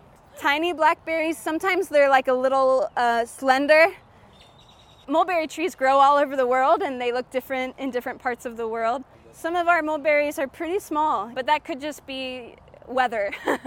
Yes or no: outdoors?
yes